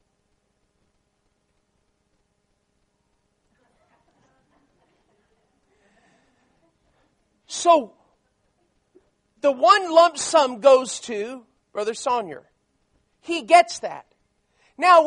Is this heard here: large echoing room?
yes